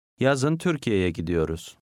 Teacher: Here the ye suffix is silent.